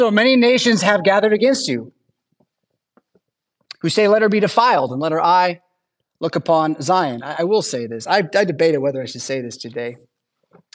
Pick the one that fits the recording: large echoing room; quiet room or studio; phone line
large echoing room